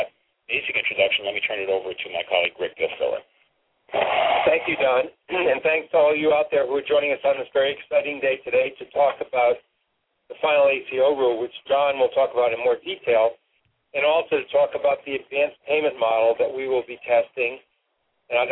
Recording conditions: phone line